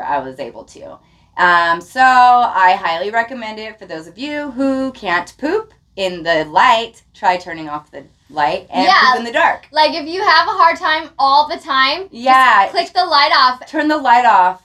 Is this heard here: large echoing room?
no